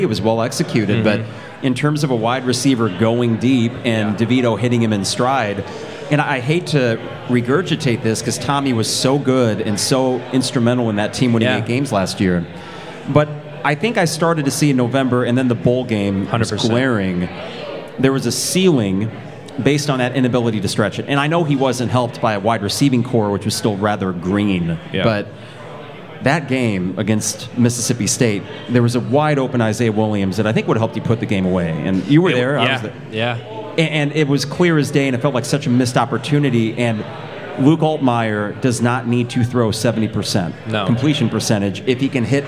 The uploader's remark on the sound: Live from Pour Bros. Craft Taproom